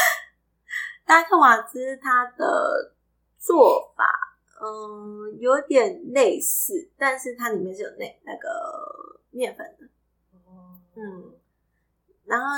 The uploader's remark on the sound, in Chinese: 這集有較多雜音